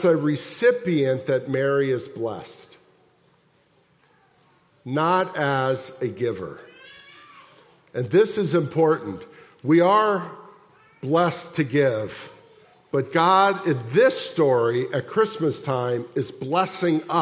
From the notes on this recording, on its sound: at the December 24, 2023 Sunday morning services of Boca Raton Community Church in Boca Raton, Florida